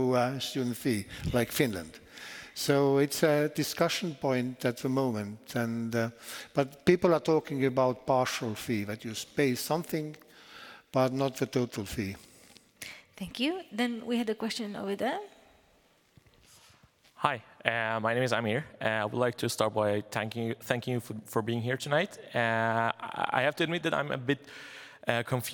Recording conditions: live audience